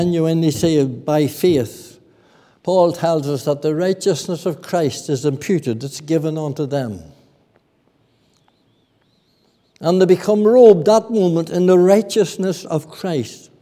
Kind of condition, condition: setting, large echoing room